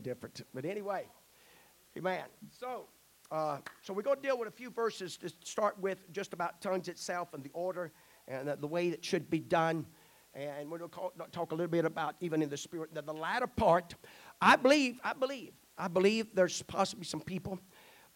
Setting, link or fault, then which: setting, large echoing room